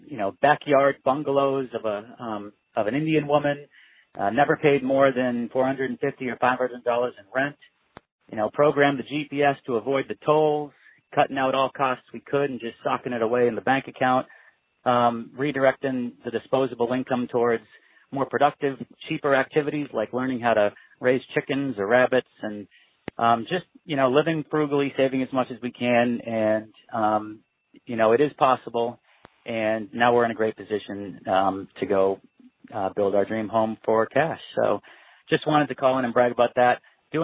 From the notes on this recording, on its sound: Listener Calls. Today on The Survival Podcast I take your phone calls.